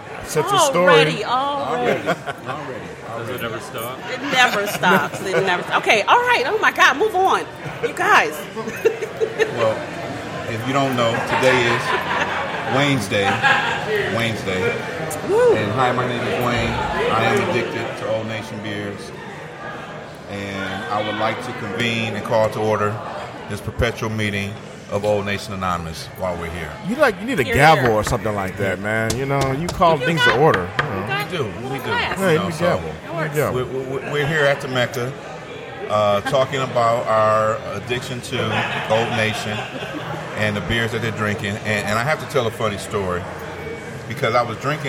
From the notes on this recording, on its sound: Live at Old Nation